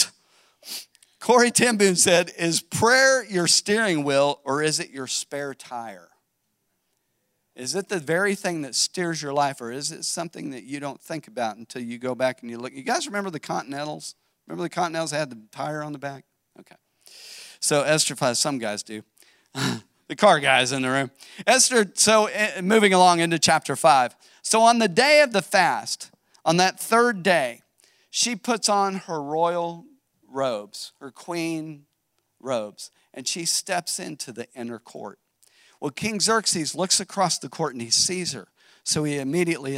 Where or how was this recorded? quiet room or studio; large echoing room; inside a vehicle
large echoing room